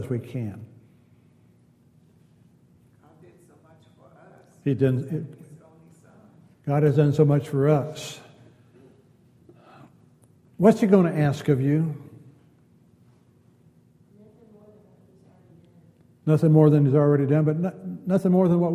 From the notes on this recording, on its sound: Wednesday Night Class. Downtown Church Of Christ Audio Sermon.